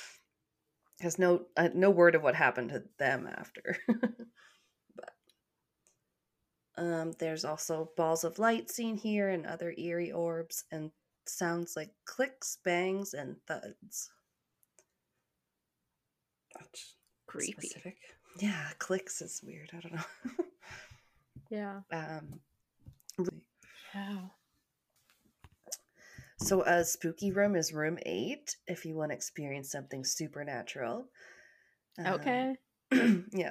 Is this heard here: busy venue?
no